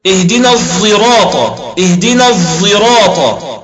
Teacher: يقرأها خلف عن حمزة بإشمام الصاد صوت الزاي في كل القرآن